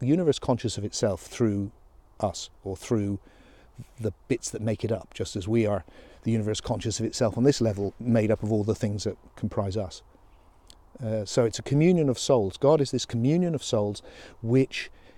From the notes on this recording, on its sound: Thoughts while walking